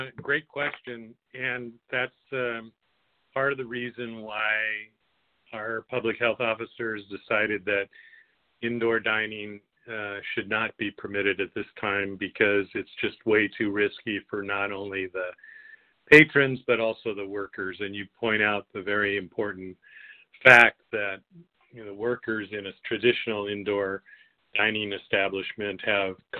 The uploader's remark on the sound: Telephone Town Hall